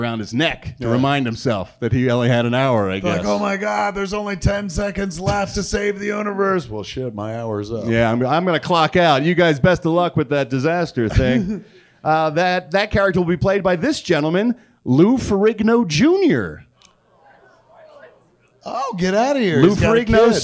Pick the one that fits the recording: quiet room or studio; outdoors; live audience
live audience